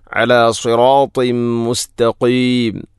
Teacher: തൻവീനു ശേഷം മീം വന്നാൽ ഇദ്ഗാം കാമിൽ. തൻവീനിനെ മീമിലേക്ക് ഇദ്ഗാം ചെയ്യണം